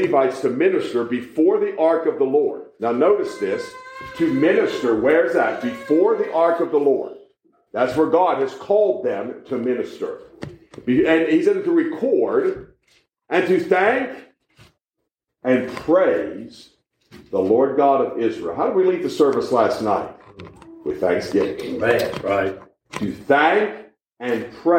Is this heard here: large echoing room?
yes